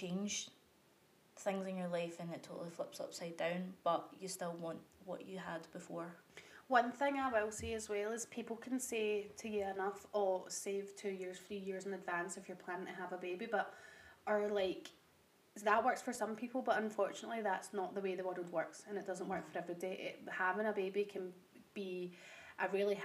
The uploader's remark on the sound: we are still getting used to our mics so please turn your volume up full for the best audio quality